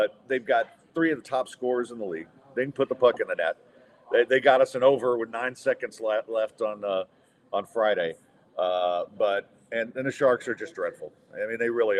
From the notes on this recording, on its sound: Recorded on site at Midtown Bar and Grill